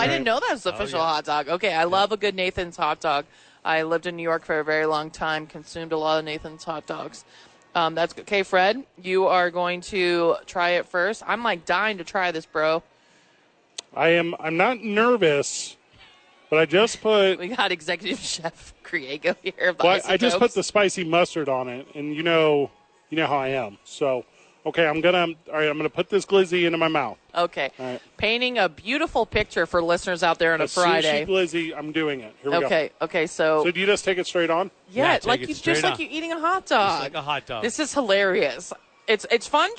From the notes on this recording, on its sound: live from Isotope Park